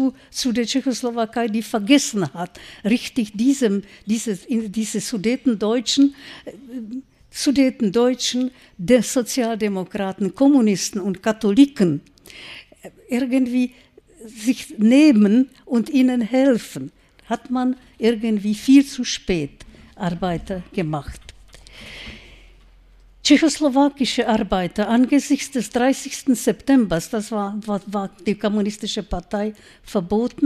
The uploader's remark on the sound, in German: Mitschnitt einer Kooperationsveranstaltung der LGT mit der Landeszentrale für politische Bildung und dem Weimarer Republik e.V.